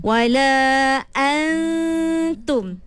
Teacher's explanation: Makhraj dia tak ada pada nun tapi sifatnya ada pada nun. · Term: ikhfa